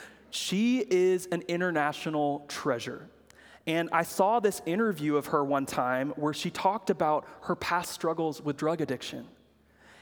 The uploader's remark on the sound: preached at Good Shepherd Oak Cliff